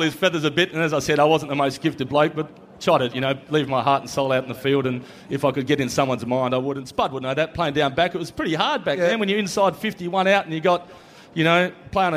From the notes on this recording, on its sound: The grand final edition of the Saturday Rub live on site at the MCG.